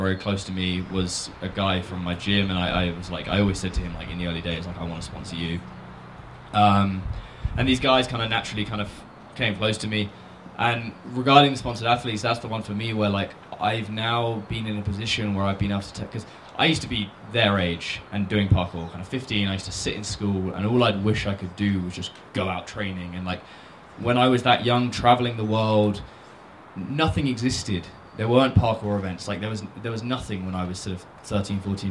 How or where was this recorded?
busy venue